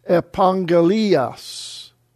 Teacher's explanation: When two gammas come together, it's pronounced as NG